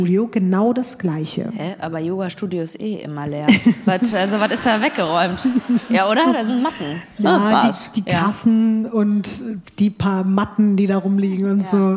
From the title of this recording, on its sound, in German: LIVE in Köln